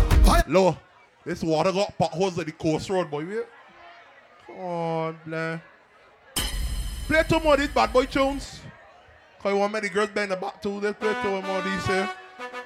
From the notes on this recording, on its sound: LIVE AUDIO FROM MAI TIDE BARBADOS.